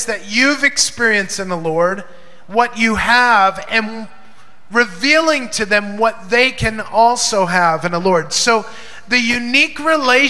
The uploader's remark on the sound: Recorded during Maranatha Family Church's (Davao) Sunday Service at FIRE School of Ministry Philippines.